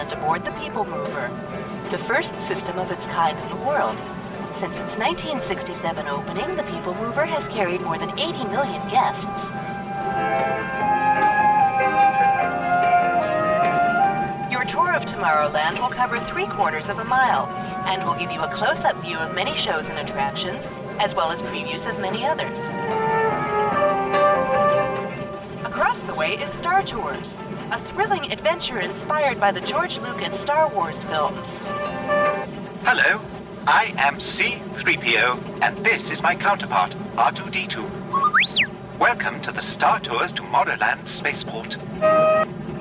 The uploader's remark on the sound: comes to you LIVE from Disneyland